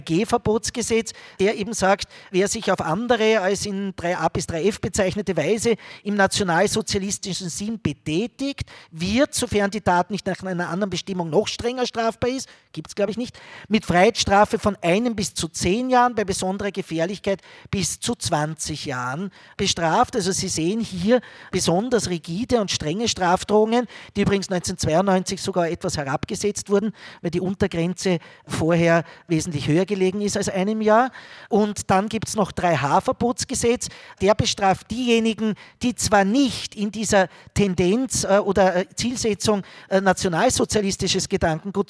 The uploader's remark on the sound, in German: Lesung und Diskussion in der Roten Bar des Volkstheaters